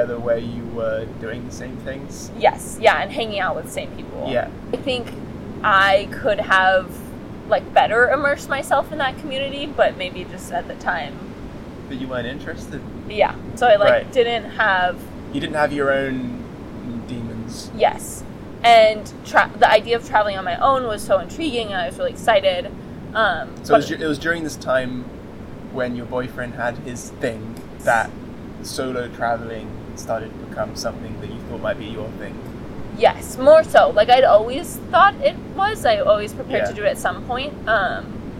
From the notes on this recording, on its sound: This podcast was recorded on the beach in Las Tunas, Ecuador.